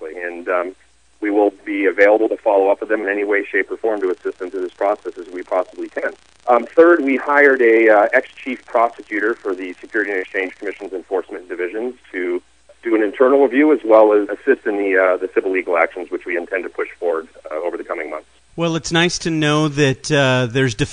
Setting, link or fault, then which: link, phone line